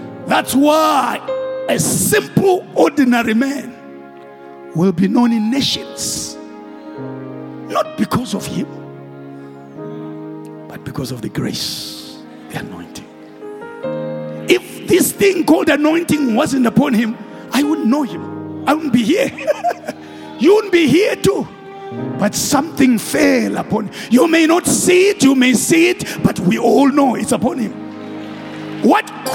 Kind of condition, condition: setting, large echoing room